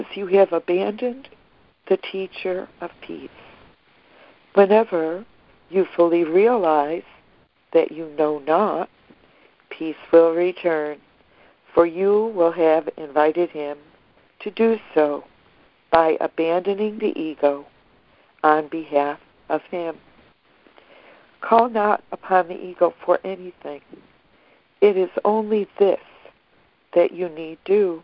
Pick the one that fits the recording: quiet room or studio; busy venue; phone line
phone line